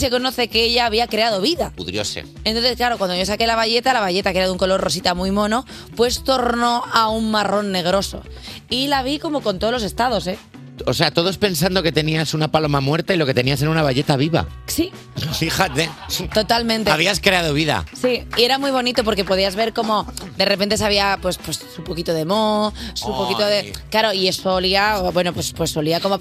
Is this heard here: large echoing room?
no